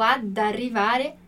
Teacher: para não deixar duas vogais ali, dois as juntinhos